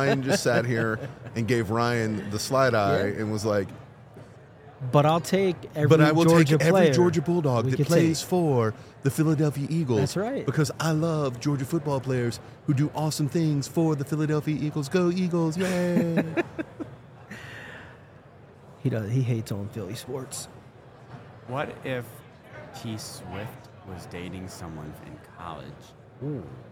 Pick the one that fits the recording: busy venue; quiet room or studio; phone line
busy venue